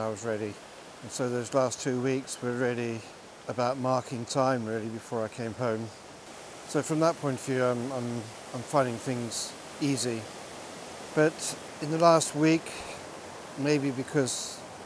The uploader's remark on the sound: Reworded live when walking the dog early one morning around the beautiful Aros Park.